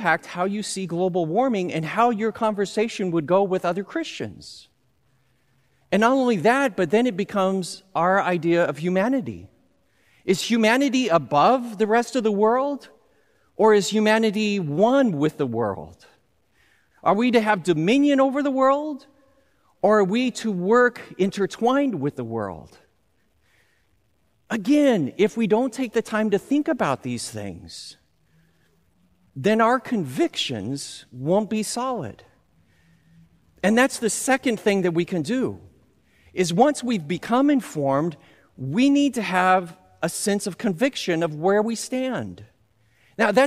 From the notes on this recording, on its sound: Recorded live at Beatitudes Church, Phoenix, AZ on 07/10/20